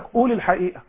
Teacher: عندنا مثلا في مصر نحن ننطق القاف همزة